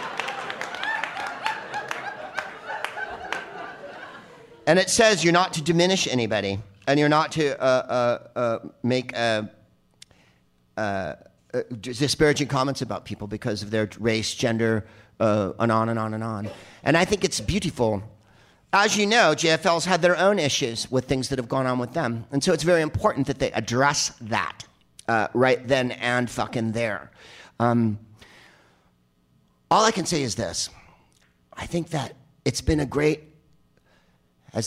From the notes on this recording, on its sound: Live from Second City in Toronto as part of the Just For Laughs Festival